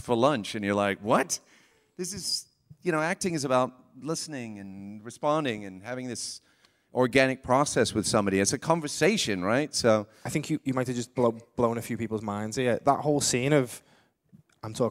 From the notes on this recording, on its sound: Live at Manchester MCM. Recorded live onstage at MCM Manchester Comic Con!